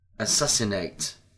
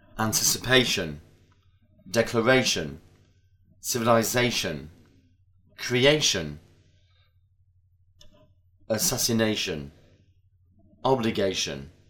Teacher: When we add the suffix ation, the stress doesn't fall on the second syllable, but on the penultimate syllable, the one before the last. · Shown in: second take